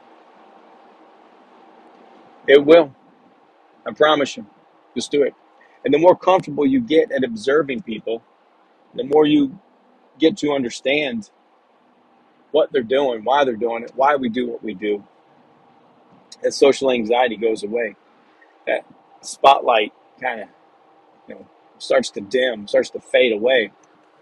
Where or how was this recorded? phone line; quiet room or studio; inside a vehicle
inside a vehicle